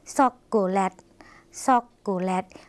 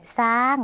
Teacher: ภาษาลาวค่ะไม่มีเสียงชอช้างนะคะ